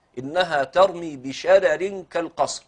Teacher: ودي الراء الوحيدة لورش التي رققت لأجل كسرة أتت بعدها. دايما احنا بنرقق عشان كسرة سابقة للراء، لكن هذه الراء مرققة لأجل الكسرة التي بعدها. · يعني كلتا الرأين مرققتين